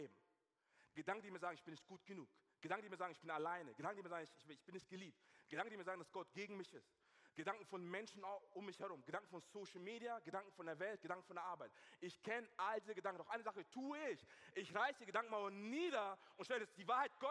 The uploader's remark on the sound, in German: aus unserem Gottesdienst